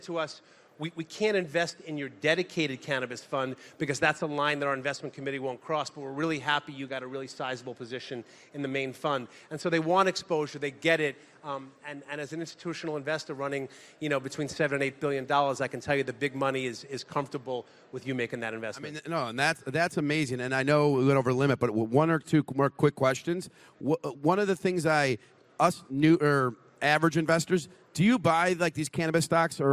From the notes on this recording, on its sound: At the Benzinga Cannabis Conference in Miami Beach. At the Benzinga Cannabis Conference in Miami Beach.